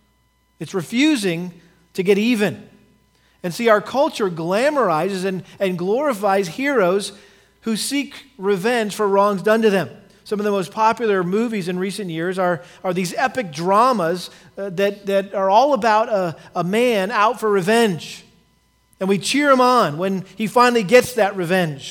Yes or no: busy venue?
no